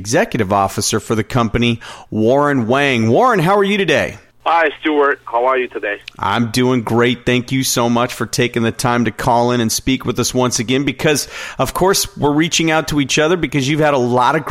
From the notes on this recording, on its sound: called in to SmallCapVoice.